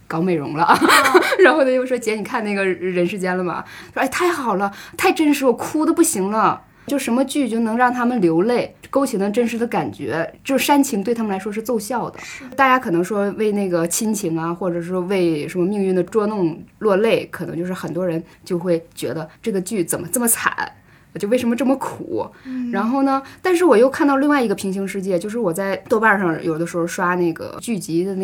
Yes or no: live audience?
no